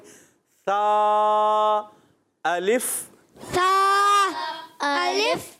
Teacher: زبان کو کہاں لگانا ہے، سامنے کے دانتوں کے کناروں سے لگائیں گے، سا الف سا الف، ایک الف کھینچیں گے سا کو